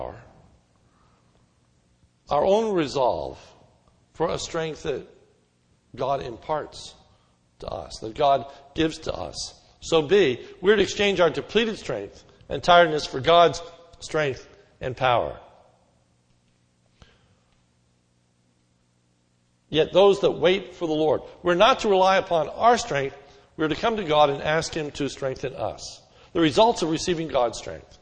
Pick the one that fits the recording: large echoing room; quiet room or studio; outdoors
large echoing room